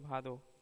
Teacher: ये हिंदी के महाप्राण सघोष स्पर्श ओष्ट ध्वनि है